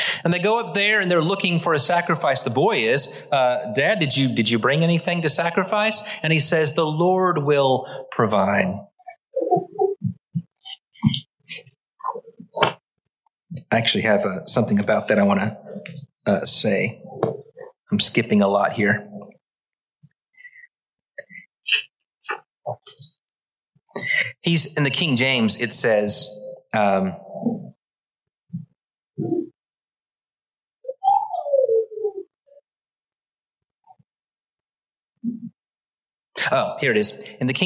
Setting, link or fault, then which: setting, large echoing room